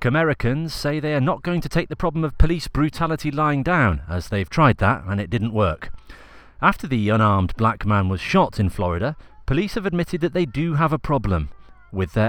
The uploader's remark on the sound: Recorded in a field in Shepton Mallet.